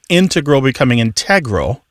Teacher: And generally, in all of the English dialects, words that have previously been stressed on the first syllable are becoming stressed on the second syllable